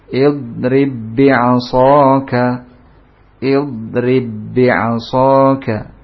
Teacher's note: ba sukun bertemu dengan ba, ya, maka tidak ditahan karena bukan huruf gunnah. Ya, tidak boleh dibaca idrib bi'asaka, tidak boleh ditahan, dilamakan ba-nya.